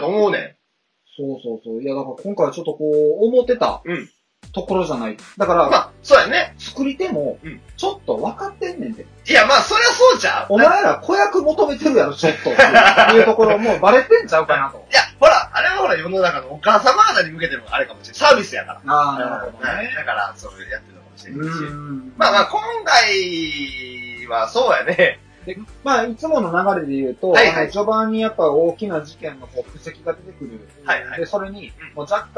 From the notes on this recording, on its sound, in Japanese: 平成最後の更新に限ってとても音声悪いですが、よろしく